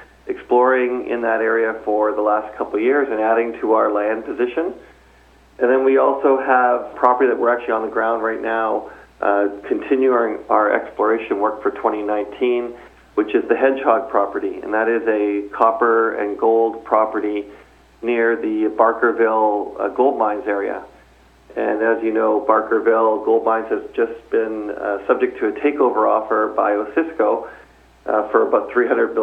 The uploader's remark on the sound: called in to SmallCapVoice